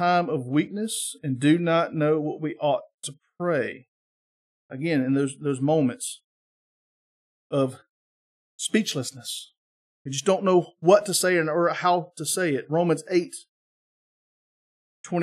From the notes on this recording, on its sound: This is the sermon from our Sunday morning Worship Service on 8-6-23